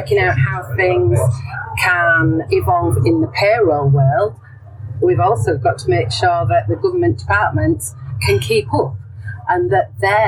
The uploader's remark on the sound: Recorded live after the recent CIPP annual Excellent Conference and Awards in Birmingham at the Hilton Metropole (so please excuse the background noise).